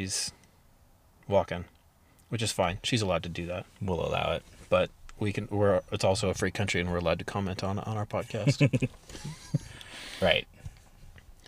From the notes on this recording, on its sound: Duck discussion in the Truck. We're back in person, which is super nice, but it was super nice outside and so the inside of my truck got a bit warm.